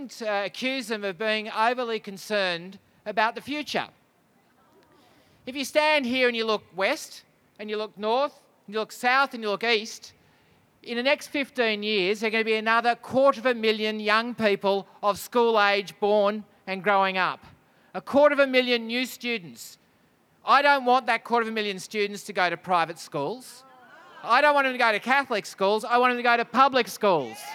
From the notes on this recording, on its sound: NSWTF Bridge Street Rally. The NSW Teachers Federation held a public rally outside the Department of Education in Sydney.